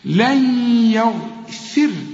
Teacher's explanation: ام لم تستغفر برضو نفس الحكم ونفس الحروف، أم لم تستغفر لهم، لهم خدناها. لن يغفر، النون الساكنة اللي بعدها ياء من تعرفها إدغام وكأن الياء عليها الشدة